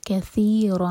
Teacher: ثا کے لیے ہماری زبان اوپر والے دانتوں کو ٹچ کرے گی، یہاں پر سین کی آواز نہیں آنی چاہیے